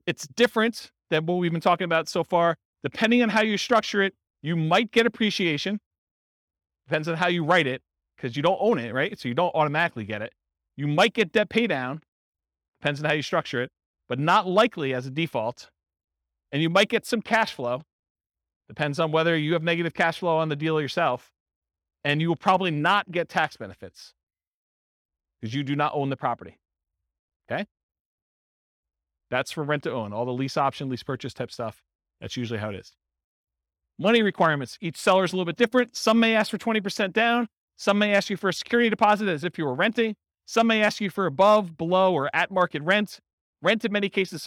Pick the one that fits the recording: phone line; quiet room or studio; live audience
live audience